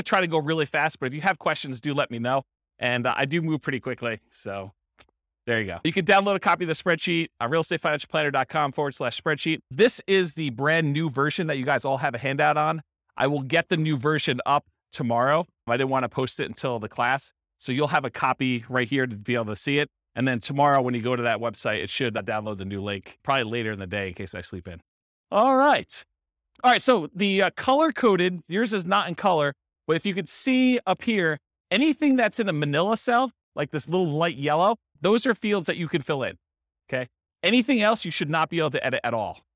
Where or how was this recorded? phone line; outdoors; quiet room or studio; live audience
live audience